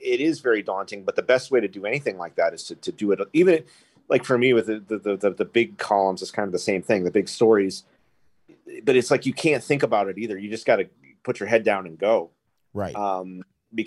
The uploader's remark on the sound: First we have a zoom call with writer. I’ll be joined for this interview via zoom.